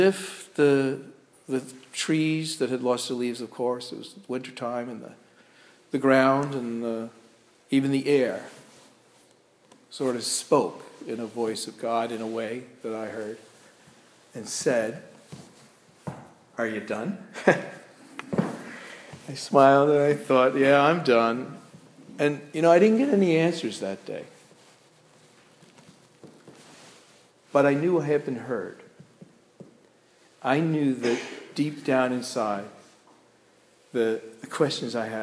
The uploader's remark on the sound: This sermon was delivered at Crossroads Presbyterian Church in Waterford, CT.